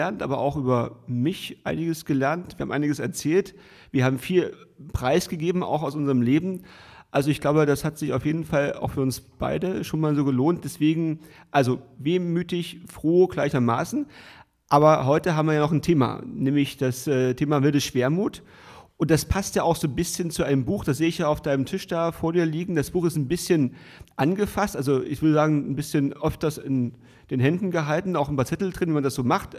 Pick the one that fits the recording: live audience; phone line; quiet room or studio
live audience